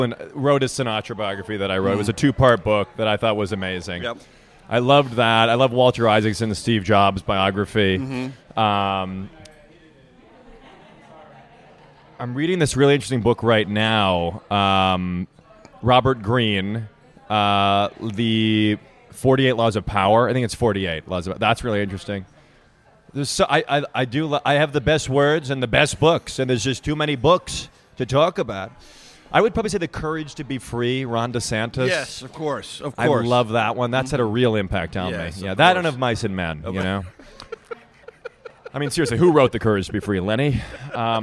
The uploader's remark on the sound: at Unconventional Diner in Washington, DC